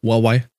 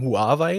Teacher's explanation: das H U A ist ziemlich weich ausgesprochen und die Betonung liegt eigentlich auf das E I am Ende · Shown in: first take